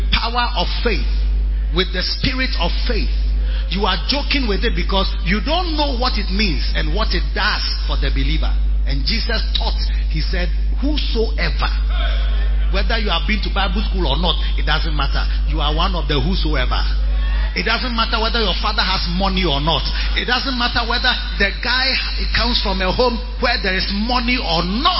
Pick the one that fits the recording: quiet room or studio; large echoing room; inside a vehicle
large echoing room